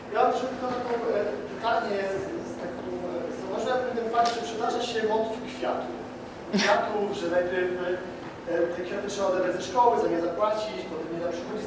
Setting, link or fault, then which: setting, busy venue